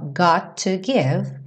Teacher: Got to, soa um T só